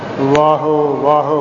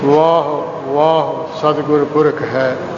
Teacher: ਔਂਕੜ ਹੈ, ਲਘੂ ਮਾਤਰ ਹੈ, ਇਸ ਨੂੰ ਦੀਰਘ ਹੋੜੇ ਰੂਪ ਦੇ ਵਿੱਚ ਨਹੀਂ ਬੁਲਾਉਣਾ ਹੈ ਜੀ · Shown in: second take · । ਵਾਹ ਵਾਹ ਸਤਿਗੁਰ ਪੁਰਖ ਹੈ, ਵਾਹ ਉਚਾਰਨਾ ਹੈ ਜੀ।